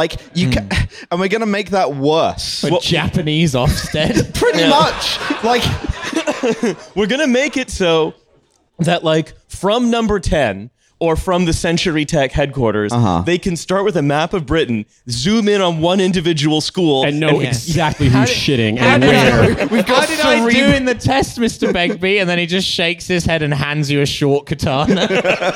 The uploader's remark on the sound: TF Live in London. We had a live show at Between the Bridges near Southbank Centre on a very rainy night.